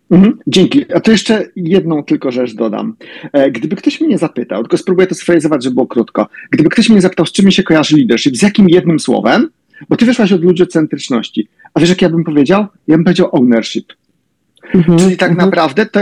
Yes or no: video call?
yes